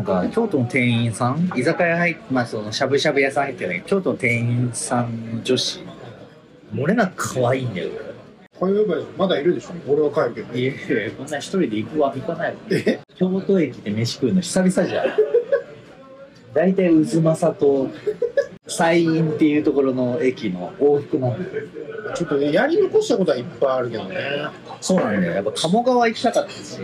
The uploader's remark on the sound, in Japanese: ゲリラ回なので音声が悪いです。京都に行きました。